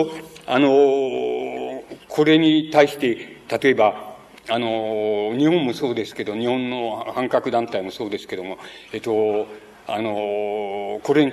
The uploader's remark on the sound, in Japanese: 場所：山梨県立文学館講堂。山梨県立文学館で行われた シンポジウムにおける講演。音源は主催者提供。